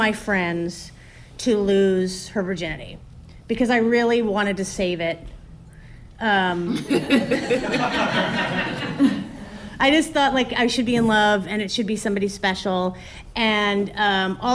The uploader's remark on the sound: Live in San Francisco!